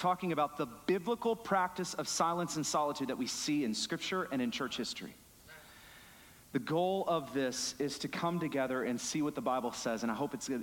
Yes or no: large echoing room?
yes